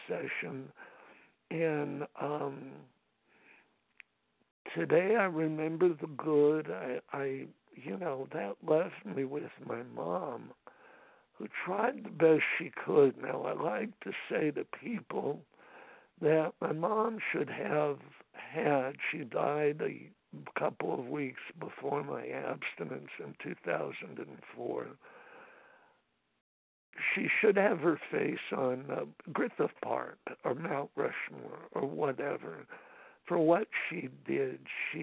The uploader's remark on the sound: from the 100 Pounders Phone Meeting, 8/27/23.